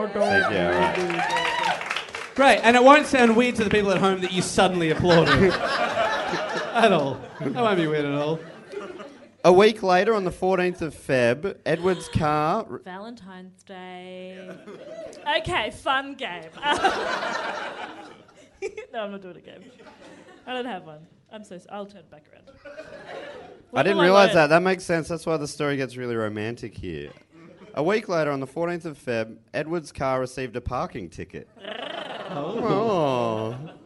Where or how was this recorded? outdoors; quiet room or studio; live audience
live audience